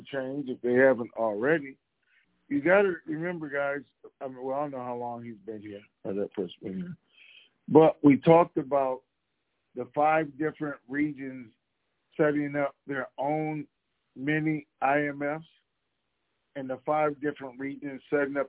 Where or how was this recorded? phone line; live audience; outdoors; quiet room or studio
phone line